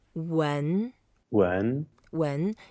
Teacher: It's a second tone, we go up.